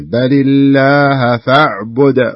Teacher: قلقلة في الدال، فنقرأها بهذا الشكل